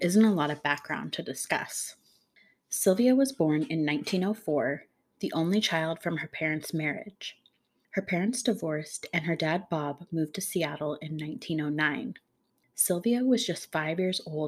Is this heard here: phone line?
no